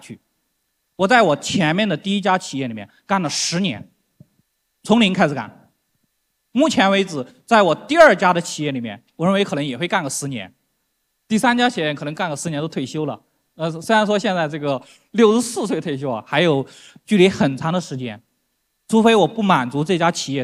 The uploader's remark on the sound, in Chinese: 在 2023 未来 CIO 数字峰会 上